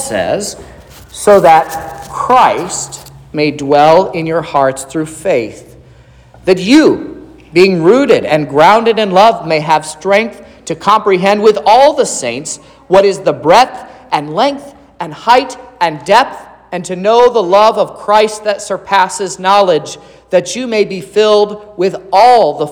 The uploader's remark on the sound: This is the sermon preached at Trinity Lutheran Church in Vallonia, Indiana, on Sunday, September 24th, 2023, which was the 16th Sunday after Trinity.